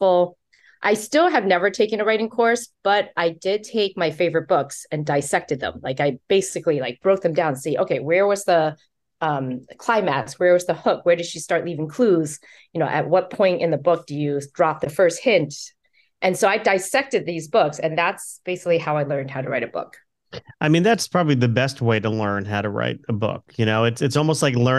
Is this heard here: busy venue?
no